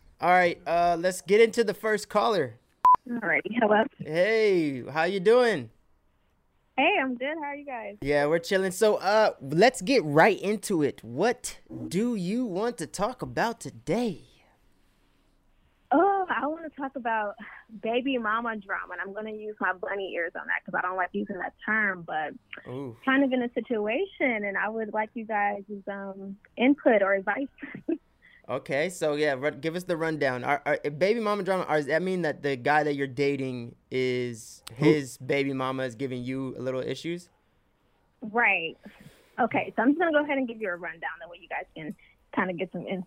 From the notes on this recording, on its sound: Today we didn't have a topic, so we had many callers call in and talk about whatever they wanted to talk about!